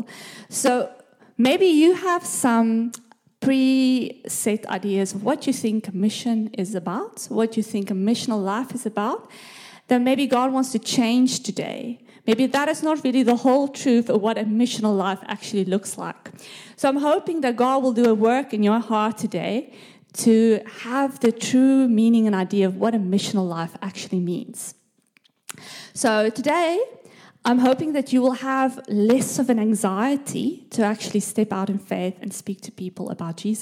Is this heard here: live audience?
yes